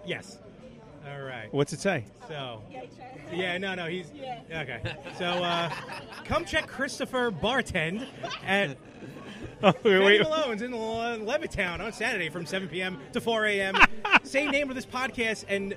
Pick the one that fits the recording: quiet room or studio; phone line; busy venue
busy venue